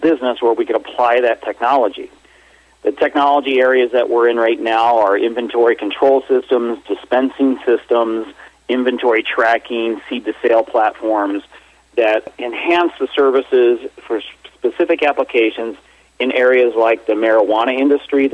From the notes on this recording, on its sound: called in to SmallCapVoice